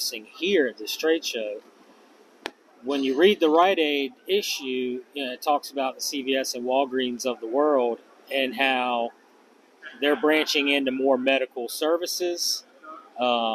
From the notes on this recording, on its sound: Live from NCPA 2023. We’re coming to you live from the NCPA conference for our first ever live podcast!